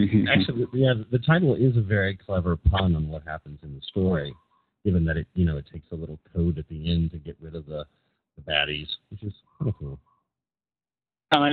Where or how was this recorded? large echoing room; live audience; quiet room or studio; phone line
phone line